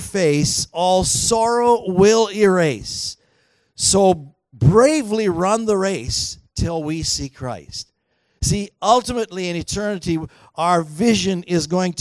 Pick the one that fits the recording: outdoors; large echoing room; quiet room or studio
large echoing room